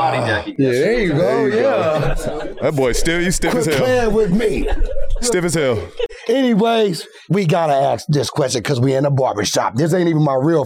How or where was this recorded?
busy venue